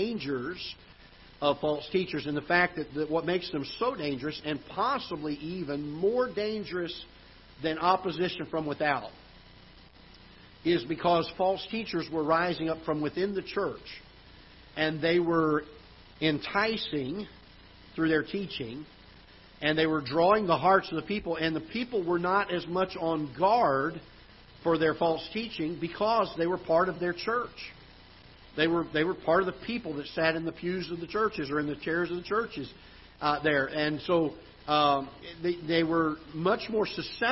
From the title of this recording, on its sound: Ketha Heights Baptist Church ~ Live Broadcast